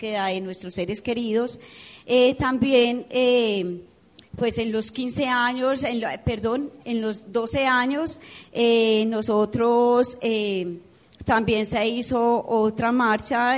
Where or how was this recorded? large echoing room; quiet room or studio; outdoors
large echoing room